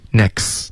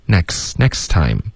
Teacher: In the next 的这个 T 的音要省略